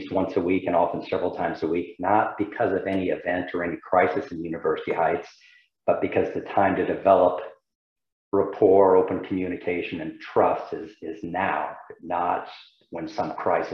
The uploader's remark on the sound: University Heights City Council Meeting of May 10, 2022 was held on Zoom.